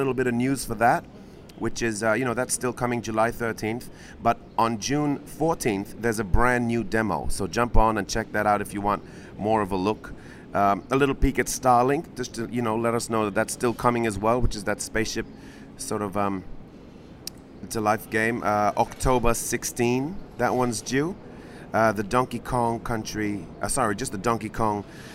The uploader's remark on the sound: live at E3